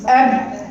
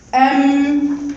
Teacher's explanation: الفرق ما بين الباء والميم فقط الخيشوم